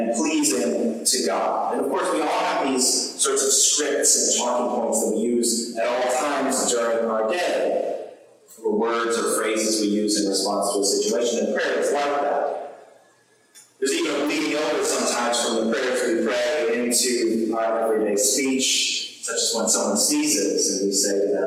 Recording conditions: poor sound quality